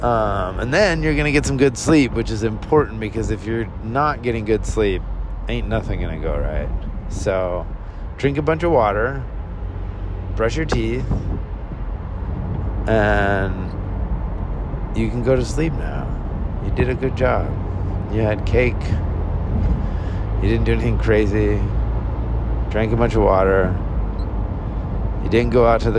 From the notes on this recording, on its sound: Sorry about all the car noise, maybe someday I'll have enough time to record this while I'm sitting still.